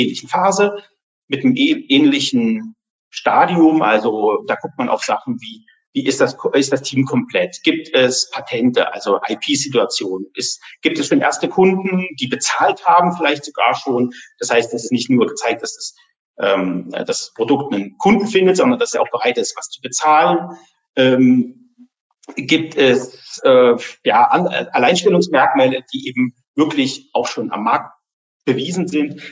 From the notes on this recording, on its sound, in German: Die Podcast-Folge ist ein Mitschnitt unseres Webinars auf unserer Plattform Top 50 Start-ups